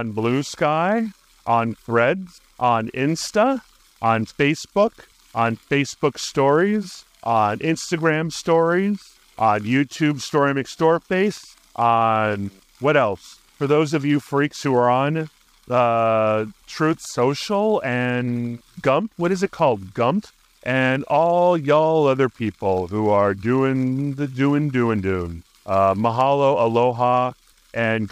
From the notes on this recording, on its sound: While cycling to a park run. He briefly touches on the weather and his surroundings while recording this episode at Penrose Square Park, hinting at the joys and challenges of outdoor podcasting.